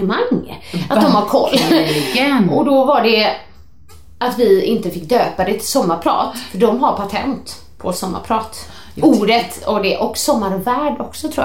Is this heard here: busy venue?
no